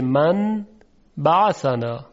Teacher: نون ساکن قبل از حرف ب تبدیل میشه به میم · Term: اقلاب